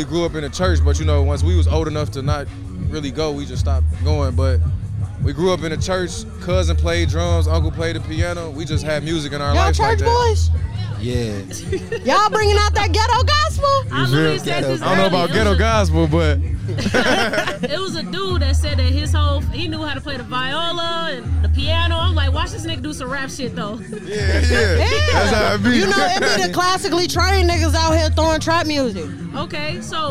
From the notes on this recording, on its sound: We podded outside at a music festival: The 2023 Vibes Music Festival. Vibes Fest is an annual event organized for the city of South Bend, IN to celebrate their local talent.